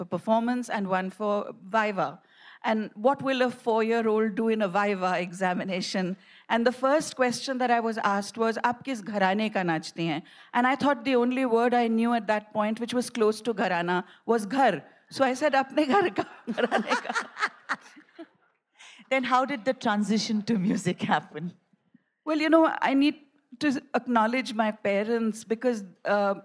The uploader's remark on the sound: A live session from #JaipurLitFest2020.